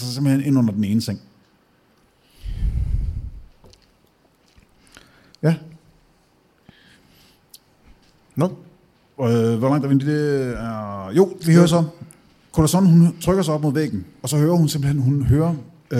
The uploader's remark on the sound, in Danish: Afsnittet er optaget live på Hotel Cecil den 1.